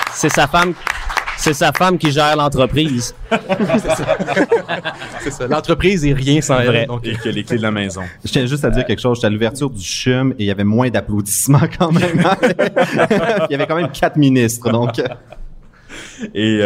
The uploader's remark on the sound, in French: Devant public au Desjardins Lab.